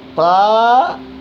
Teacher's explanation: الألف المفخمة وهي التي يخالط لفظها تفخيم يقربها من لفظ الواو